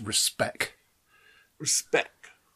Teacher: it's a sort of glottal stop at the end, really